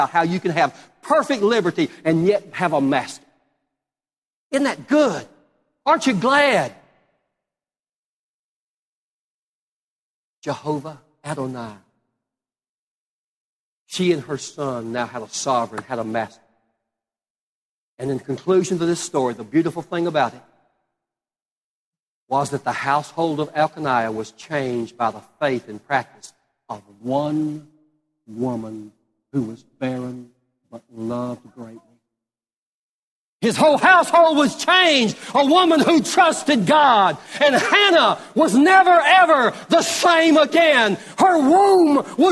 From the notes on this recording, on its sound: Live Service.